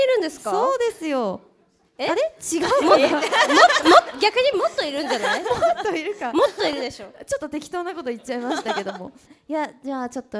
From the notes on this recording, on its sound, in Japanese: Ama9 1周年記念！公開収録。